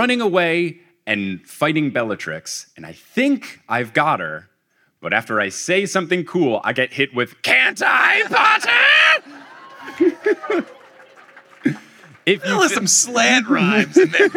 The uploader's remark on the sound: LIVE in Atlanta! This audio is from the March 2022 Atlanta live show.